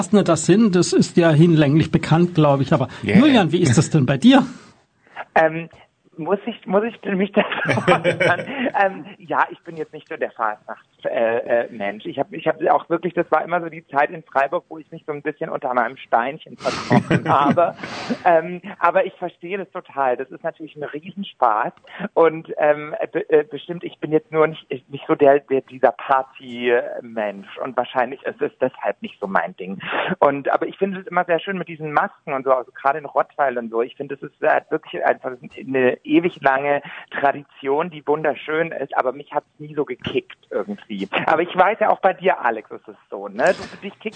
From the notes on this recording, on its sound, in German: Aufgepeppt wurde die Lästerrunde durch live zugeschaltete Gäste.